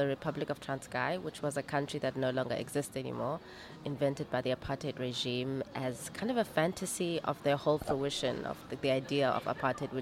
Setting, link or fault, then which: setting, busy venue